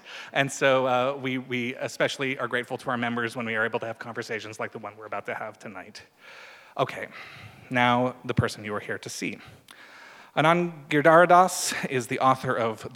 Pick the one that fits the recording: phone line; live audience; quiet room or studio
live audience